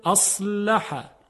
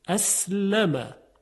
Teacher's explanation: خب تبیین شد که صدای صاد درشت است اما صدای سین خیلی ظریفه